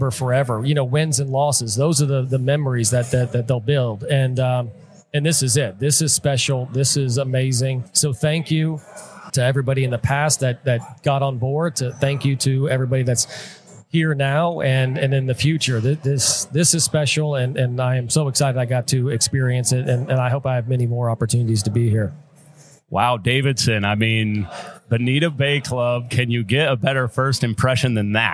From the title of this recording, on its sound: Live at the Collegiate Open